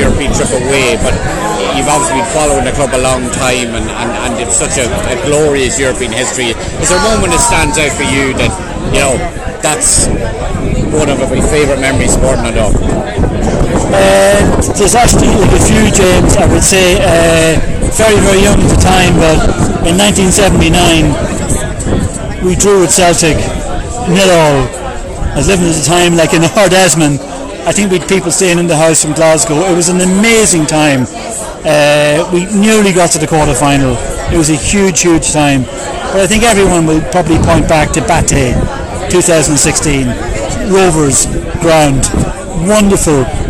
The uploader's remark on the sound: Live from La Línea on Game Day.